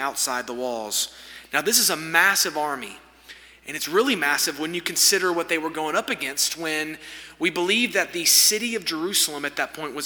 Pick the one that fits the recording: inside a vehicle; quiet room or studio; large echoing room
large echoing room